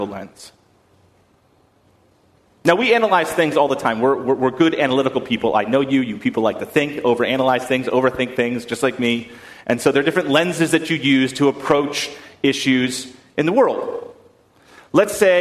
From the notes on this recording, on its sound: at First Congregational Church of Houston on September 15, 2019.